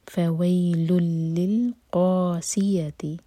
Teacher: ادغام بغیر غنہ کے